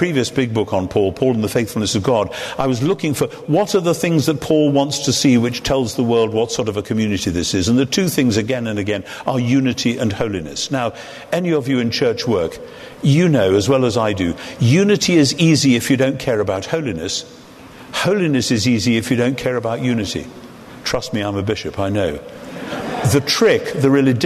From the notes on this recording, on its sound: In front of an audience at Westminster Central Hall, London. The lecture was part of an event by SPCK.